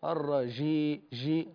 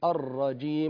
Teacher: الصوت يعني انقلب إلى الصوت المقابل وهو صوت الرخاوة، فصارت الجيم رخوة · Shown in: first take · الرجي جي، هذا خطأ.